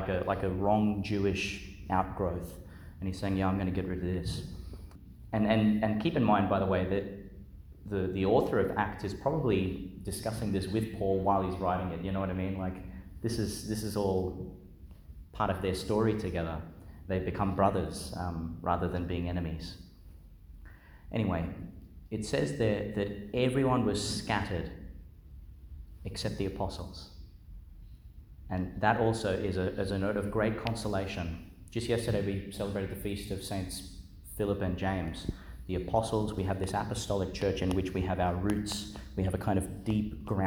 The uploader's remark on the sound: Delivered at Our Lady Star of the Sea, Gladstone, Qld.